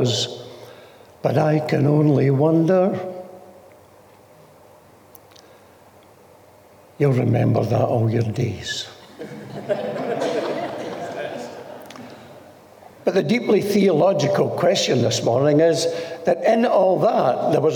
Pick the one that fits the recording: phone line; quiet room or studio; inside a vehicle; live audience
live audience